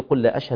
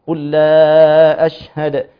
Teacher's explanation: عندنا مد منفصل جائز أربع حركات · Shown in: second take